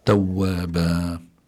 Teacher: لابد أن يقف بالمد ومد حركتين فقط · Term: مد العوض